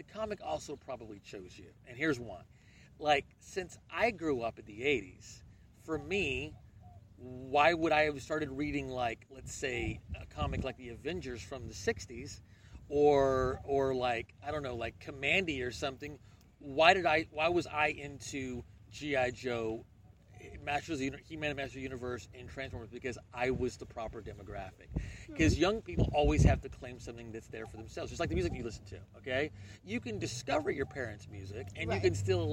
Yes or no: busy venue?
yes